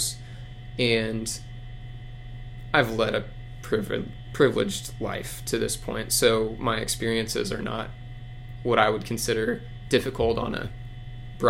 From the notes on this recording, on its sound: Please bear with us as our audio quality was slightly hampered thanks to AC buzz.